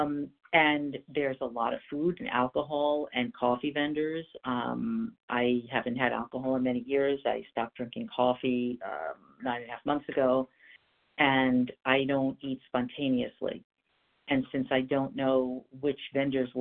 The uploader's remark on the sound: from the 100 Pounders Phone Meeting